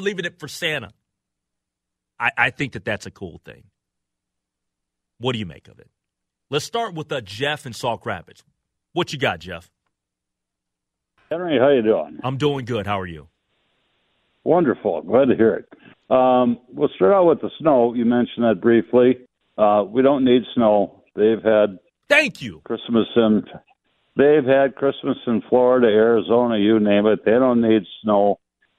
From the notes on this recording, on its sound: takes these questions to the phone lines and lets the listeners offer their thoughts